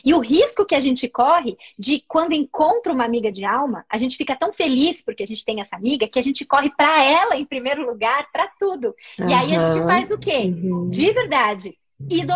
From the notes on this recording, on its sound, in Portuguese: uma live no seu Instagram regada a café